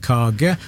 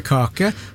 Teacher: vi har bløde konsonanter i Rogaland og sier kage og ikke kake · Shown in: first take